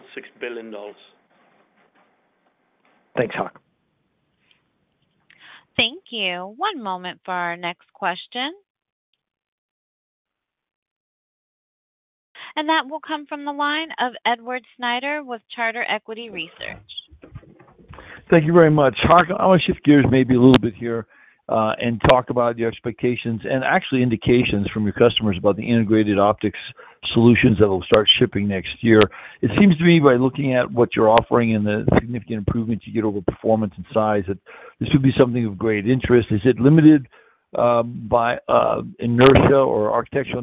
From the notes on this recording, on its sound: Q3 2023 Earnings Conference Call of Broadcom.